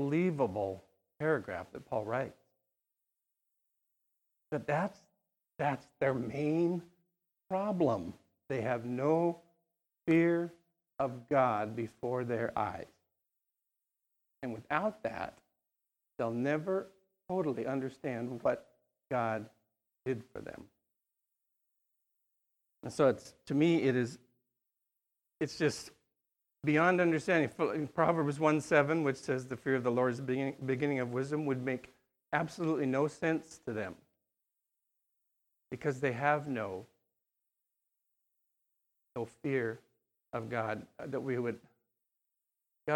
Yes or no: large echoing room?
yes